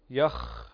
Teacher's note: هذا الصوت الذي تسمعه هو الرخاوة الموجودة في الخاء فالخاء من حروف الرخاوة.